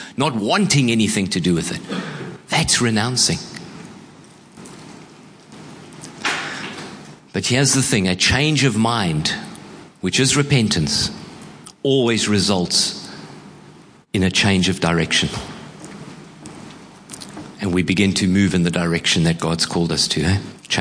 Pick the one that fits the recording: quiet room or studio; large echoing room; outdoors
large echoing room